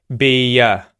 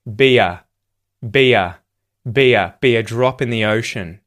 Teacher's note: We link those two vowel sounds, E and R, with a Y sound. · Term: linking